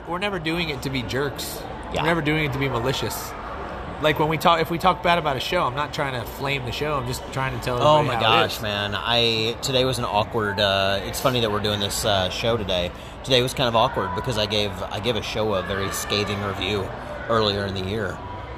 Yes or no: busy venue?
yes